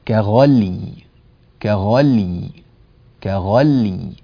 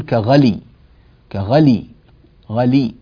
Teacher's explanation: ولاحظوا أنني أتيت بالياء ووضحتها وحافظت على سكون اللام فلم أكسرها · Shown in: first take · لم أقل كغلي كغلي غلي وكسرت، لا خطأ، كغلي كغلي كغلي هكذا.